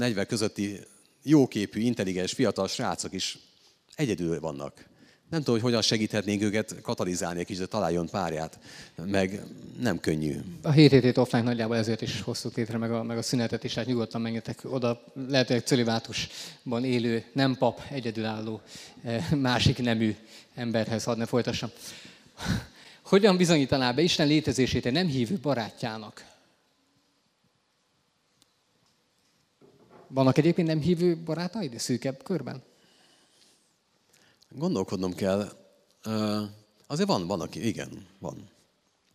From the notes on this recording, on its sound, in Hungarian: Négy év szünetet követően rendeztünk ismét beszélgetős rendezvényt, a helyszín a Pázmány Péter Katolikus Egyetem ITK aulája volt.